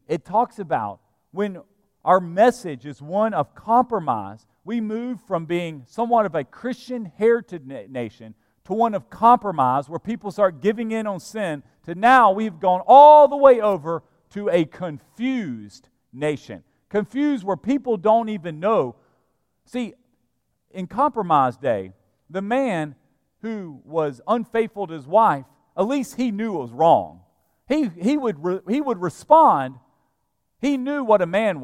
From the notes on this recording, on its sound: at Broadway Baptist Church, Lexington, Kentucky